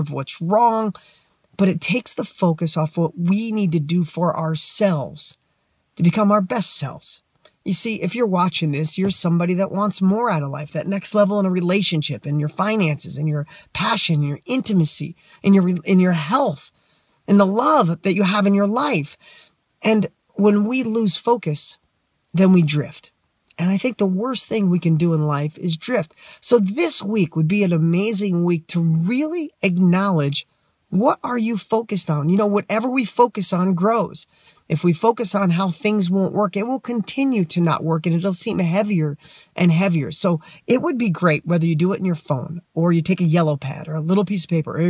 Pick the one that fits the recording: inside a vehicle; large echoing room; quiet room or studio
inside a vehicle